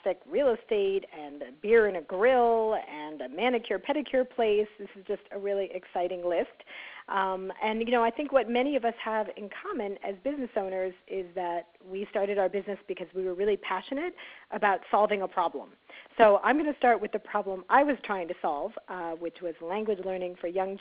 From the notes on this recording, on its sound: On our conference call